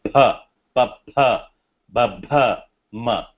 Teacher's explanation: Pha, it is actually pha. This second letter pha in the pha varga comes by closing the lips together, or trying to join the lips together and then making that sound.